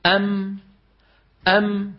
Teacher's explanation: صدمت شفتك العليا على شفتك السفلى · Term: ميم ساكنة